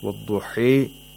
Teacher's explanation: Both of them have imala, while Warsh has taqlil, which means the aliful mad is more than the ya'ul mad. But for imala, it's half-half. The Aliful Mad and the Ya'ul Mad are 50-50. 50% Aliful Mad, 50% Ya'ul Mad.